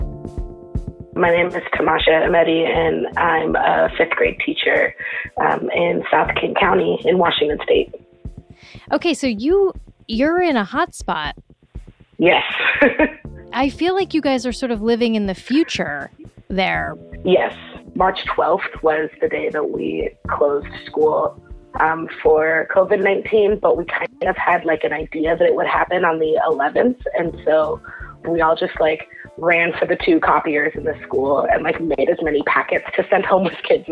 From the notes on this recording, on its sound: Essential Workers Call. Speaks with listeners who deliver packages, stock shelves and drive buses.